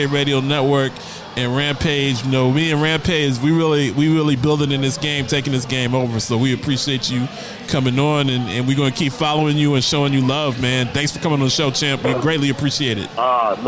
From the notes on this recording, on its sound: LIVE from Dave & Busters in Glendale, AZ